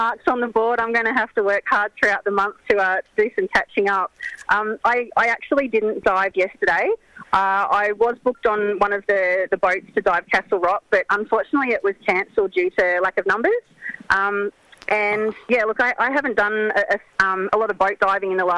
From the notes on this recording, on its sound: Joins the show over the phone from Sorrento Back Beach.